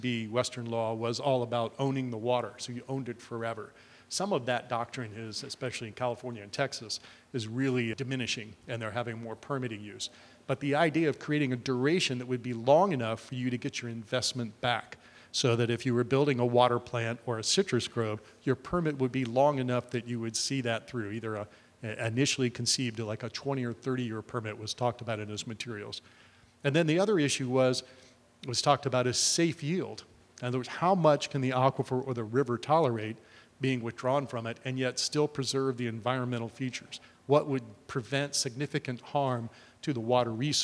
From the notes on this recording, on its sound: travels to Tampa to record live in front of the National Association of Administrative Law Judiciary’s (NAALJ) National Conference